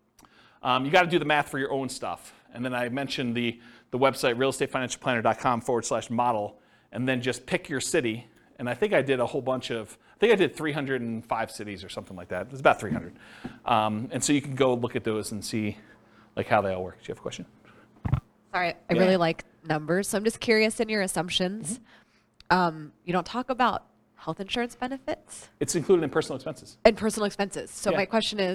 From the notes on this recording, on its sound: This was a live class recorded